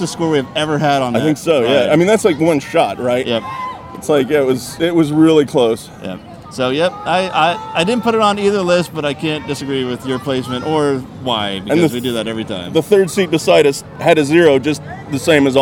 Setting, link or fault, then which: setting, busy venue